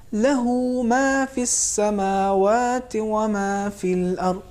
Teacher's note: انہوں نے واو کا تلفظ نہیں کیا، صرف ہے کا تلفظ اور پیش کا ہوا، صحیح تلفظ یہ ہے، له ما في السماوات وما في الارض، یعنی ہے کے بعد بالکل واو مدی کی آواز ہوگی، لیکن بہت زیادہ کھینچنا بھی نہیں ہے، ٹھیک ہے، لہو ما اتنا ہی کافی ہے.